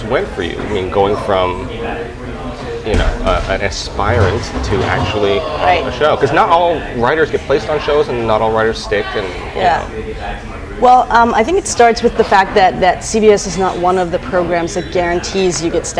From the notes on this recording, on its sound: This episode was recorded live